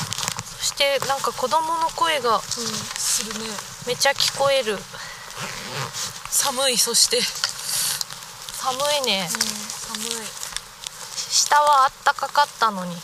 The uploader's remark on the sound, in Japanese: 若杉山。山での収録と下山後のアフタートークを合わせて作っています。